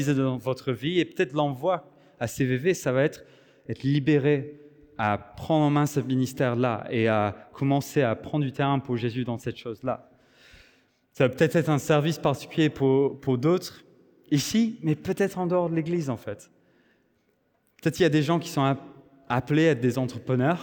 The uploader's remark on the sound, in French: Enregistré à l'église CVV, le 10/09/2023